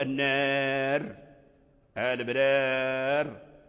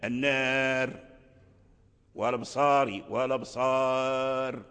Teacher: الكسر ذهب في الوقف، فرجع الراء ساكنا، الراء رجع ساكنا في الوقف